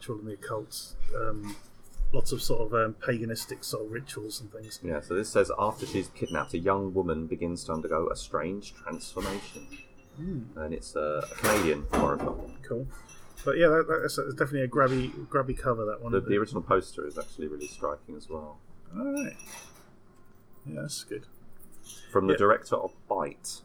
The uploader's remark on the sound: Please excuse the background noise on this week's episode. Recorded it in the bar of our hotel, while attending this year's Fighting Spirit Film Festival.